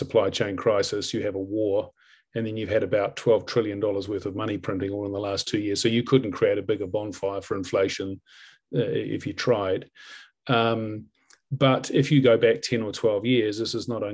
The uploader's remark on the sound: live hoon webinar for paid subscribers